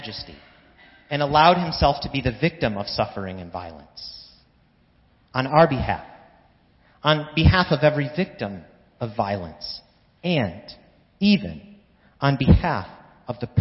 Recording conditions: large echoing room